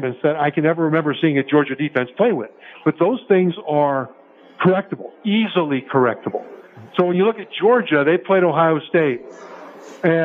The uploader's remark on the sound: Live from SoFi Stadium.